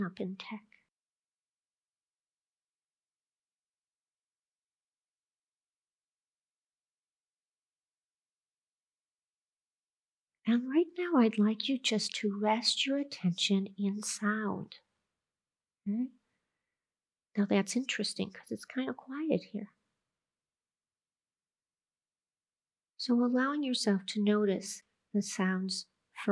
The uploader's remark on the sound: The Rubin Museum of Art presents a weekly meditation session led by a prominent meditation teacher from the New York area. This podcast is recorded in front of a live audience, and includes an opening talk, a 20-minute sitting session, and a closing discussion.